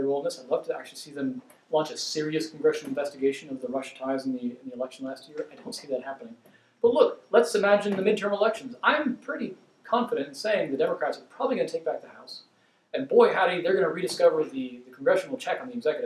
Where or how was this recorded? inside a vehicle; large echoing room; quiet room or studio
large echoing room